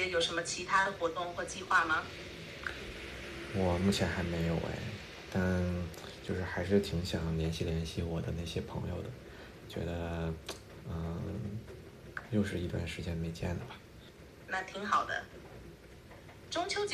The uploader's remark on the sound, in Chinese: 首先先抱歉，这期杂音有些大，家旁边很吵，希望你能够理解呀。前两天ChatGPT和用语音直接交流了，所以我也来尝试一下，和它聊聊中秋节的话题。我把它反应的时间剪掉了，大概每次二十多秒。